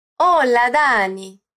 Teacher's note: O espanhol argentino tem um pouco dessa entonação italiana